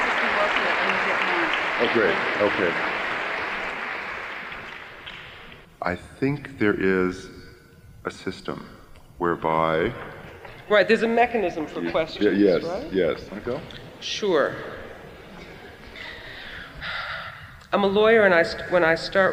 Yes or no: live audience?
yes